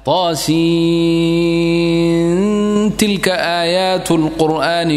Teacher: وسورة النمل ليس فيها خلاف نونها مخفاة في التاء · Term: إخفاء